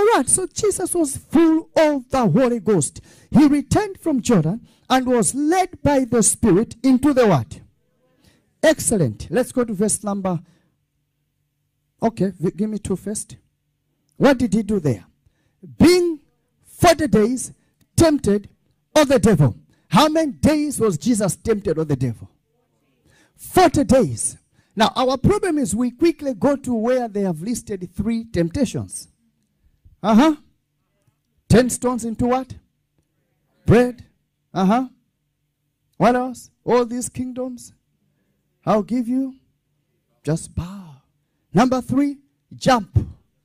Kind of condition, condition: setting, large echoing room